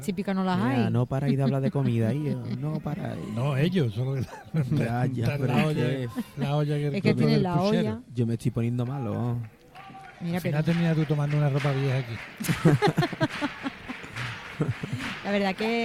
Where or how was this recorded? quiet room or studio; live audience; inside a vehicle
live audience